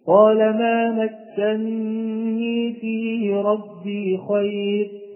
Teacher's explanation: بإدغام النون الأولى في الثانية فصارت مكنني بنون واحدة مشددة مع الغنة